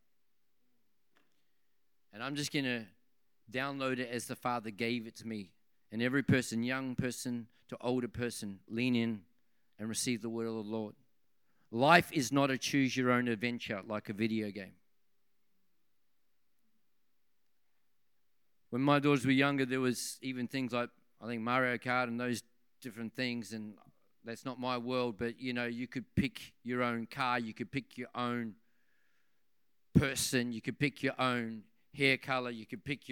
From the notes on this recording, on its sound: This message was recorded on 06/10/2023 during the 7pm Friday service.